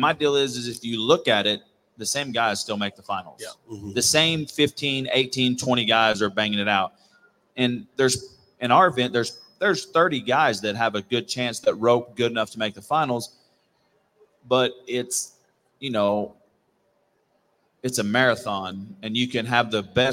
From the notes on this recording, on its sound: RümpChät Live at the 2023 NFR